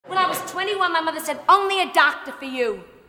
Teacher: the dropped R's of New York